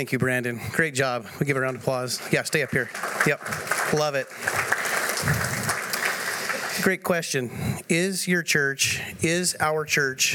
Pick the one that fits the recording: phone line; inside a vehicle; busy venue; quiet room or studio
busy venue